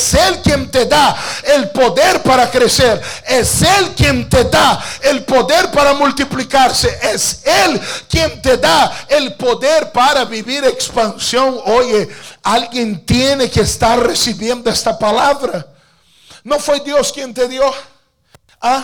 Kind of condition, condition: setting, large echoing room